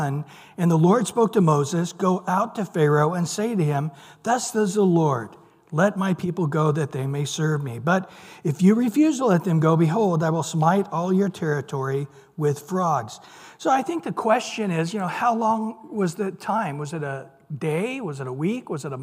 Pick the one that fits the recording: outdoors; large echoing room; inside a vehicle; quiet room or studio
large echoing room